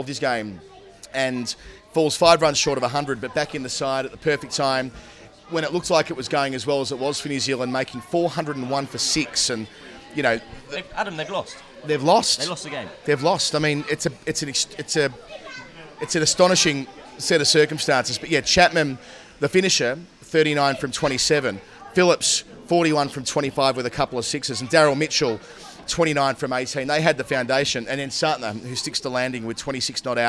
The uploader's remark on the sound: Recorded at his local pub in North London before they head to the football.